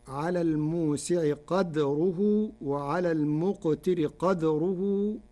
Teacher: قرأ ورش كلمتي قدره بإسكان الدال